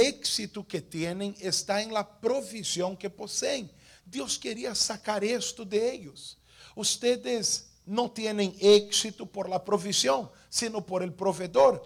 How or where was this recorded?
large echoing room